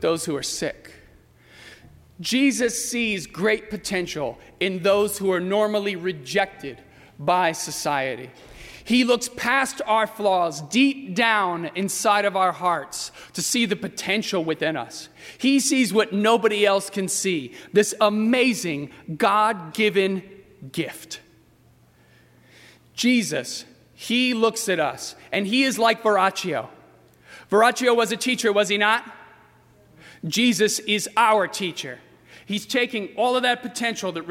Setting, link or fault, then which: setting, large echoing room